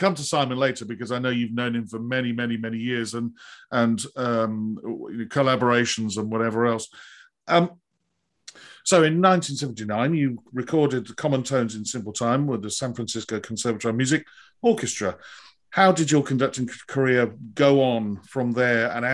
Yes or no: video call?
yes